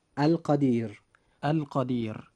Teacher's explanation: فإذا رجعنا إلى كلمة القدير التي هي مثالنا في هذا المضمار، نجد أن حرف الراء جاء وقبله حرف من حروف اللين وهو حرف الياء، لذلك وجب ترقيق حرف الراء عند نطقنا لهذه الكلمة